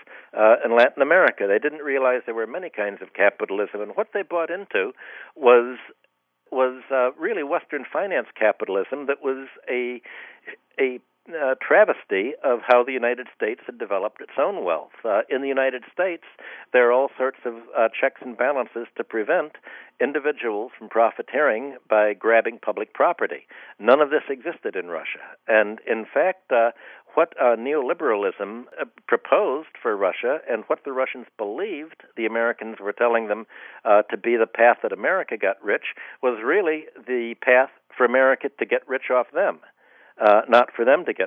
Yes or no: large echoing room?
no